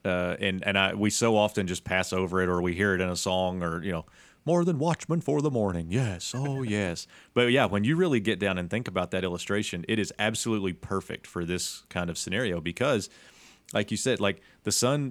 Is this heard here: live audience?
no